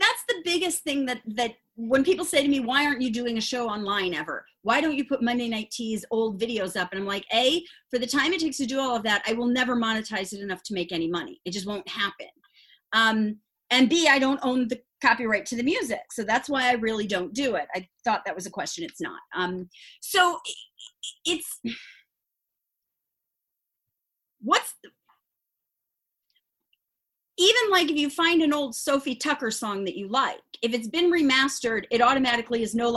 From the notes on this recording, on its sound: Its our first Zoom recording and I apologize as I sound like I am screaming. I have a sinus block and can’t hear myself.